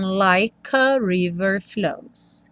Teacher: o like não vai ter o E pronunciado, e aí o K já junta no A do a river